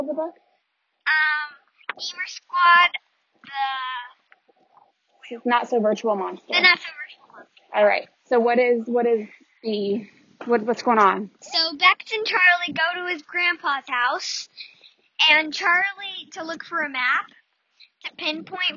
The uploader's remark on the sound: What's next on this windy day. I recorded this episode while I was taking my son on a walk and my daughter tagged along. Warning: You will hear wind.